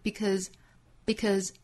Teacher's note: impact in the world.最后半句,just because they said so. Because 这个词呢，我们之前也讲到过，它有很多种读法，可以读成重读式的 because,也可以读成弱读式 because,后面这个音节读成 schwa sound